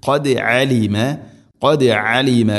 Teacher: ഖദ് ദാലിനെ ഖൽഖല ചെയ്യണം, കേൾക്കണം ശരിക്കും.